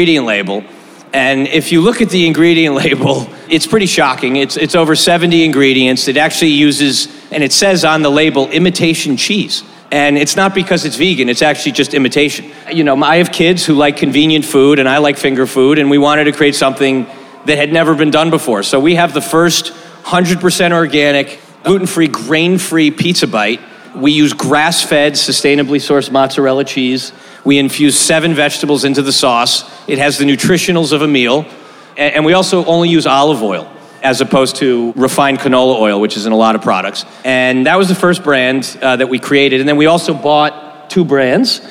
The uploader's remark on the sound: Last week we had our first LIVE podcast event during SXSW at Cosmic Coffee & Beer Garden in Austin.